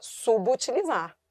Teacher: E o B junto com o U forma aí uma nova sílaba, subutilizar.